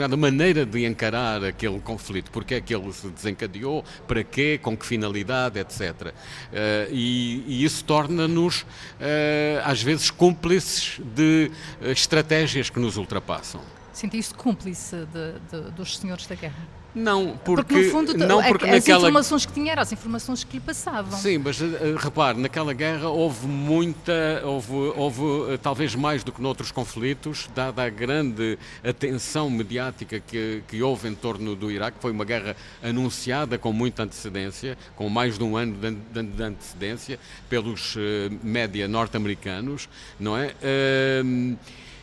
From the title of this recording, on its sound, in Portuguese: em direto do Festival Literário da Madeira